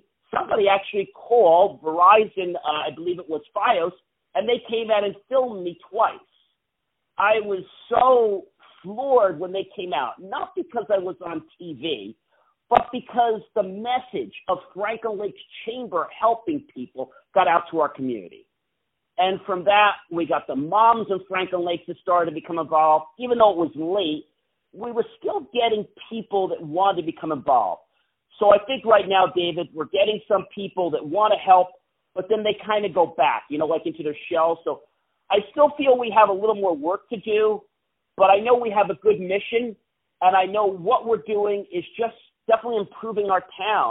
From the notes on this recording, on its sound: On the phone